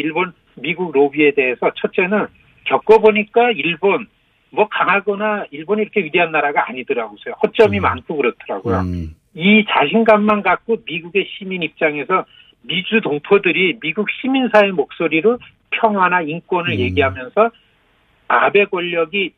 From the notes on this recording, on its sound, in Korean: 전화연결